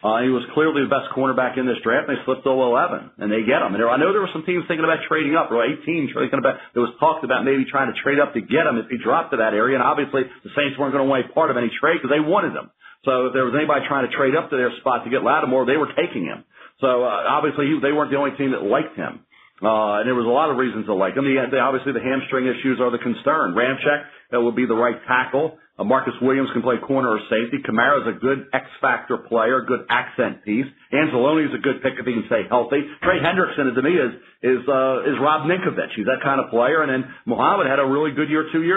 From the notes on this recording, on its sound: NFL Draft Conference Call